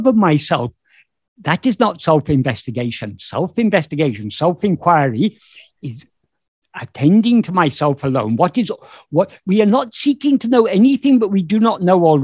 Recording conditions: video call